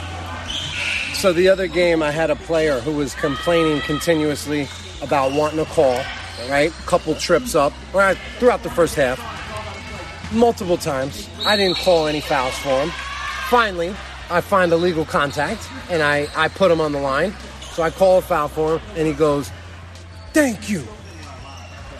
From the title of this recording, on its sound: Live from: InSports, Trumbull, CT